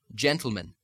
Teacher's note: The glottal stop is the sound of the closing of the vocal folds in place of the medial T, sound, where you stop the sound with the chords instead of making the T plosive with the tongue · Term: Scottish glottal stop